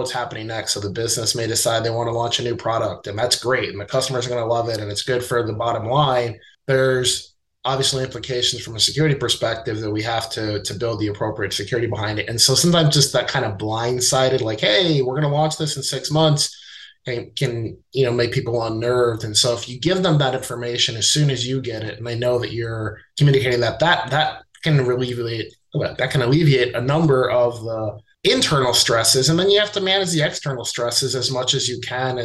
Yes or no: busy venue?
no